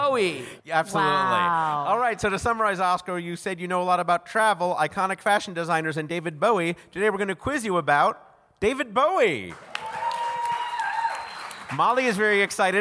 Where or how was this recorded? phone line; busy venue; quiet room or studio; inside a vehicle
busy venue